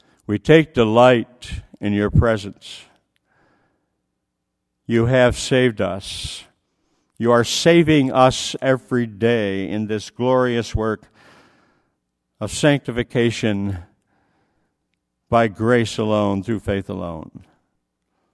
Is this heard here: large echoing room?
yes